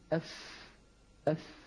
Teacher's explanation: الفاء من مقدمة الفم من طرف الثنايا العليا مع بطن الشفة السفلى